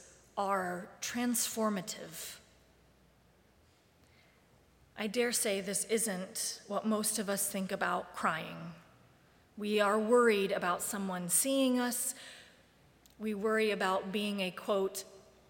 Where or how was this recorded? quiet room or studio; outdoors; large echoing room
large echoing room